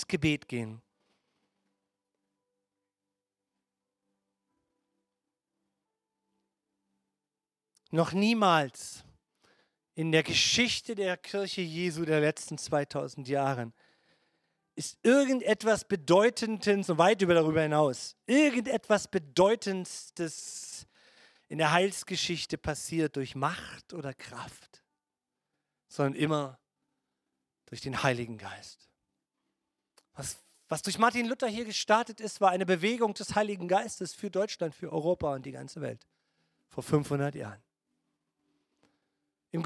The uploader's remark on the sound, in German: Gottesdienst Predigt